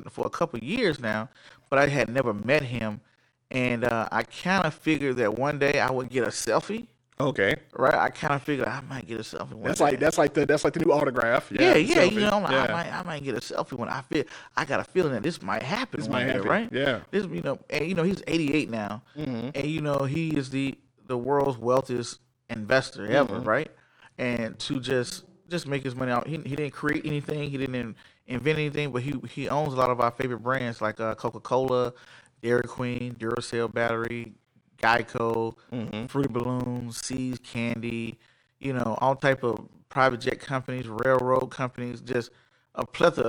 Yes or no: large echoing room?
no